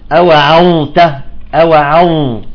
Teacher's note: لاحظتوا الظاء ساكنة تمام، ثم ما في إدغام مع التاء